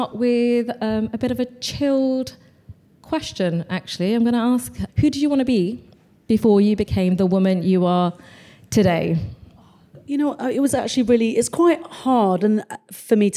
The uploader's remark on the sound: This is a special edition episode recorded live at Soho House.